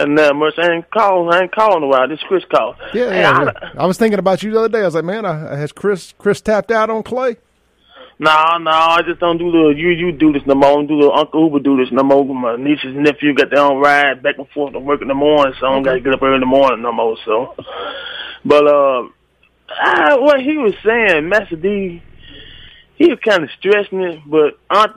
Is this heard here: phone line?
yes